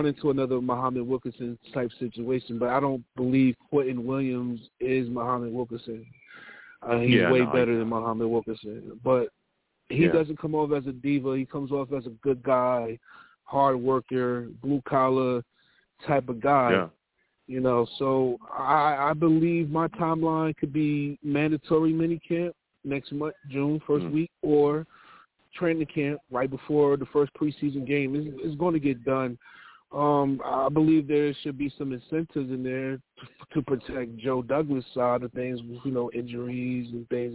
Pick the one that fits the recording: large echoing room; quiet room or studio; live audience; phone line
phone line